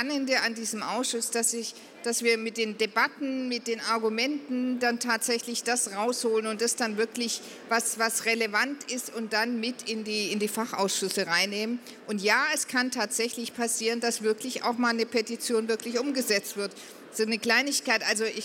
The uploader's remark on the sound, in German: Podiumsdiskussion des Petitionsausschusses.